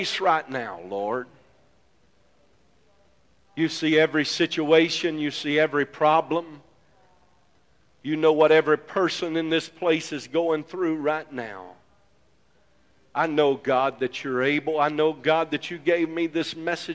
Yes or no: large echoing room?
yes